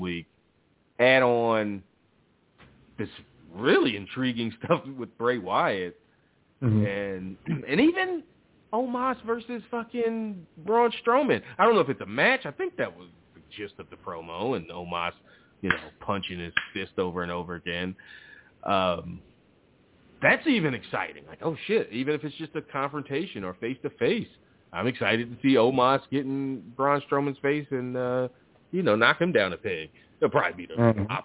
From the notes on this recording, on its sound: Live calls and much more conversation. Weekly caller, email and tweet driven show.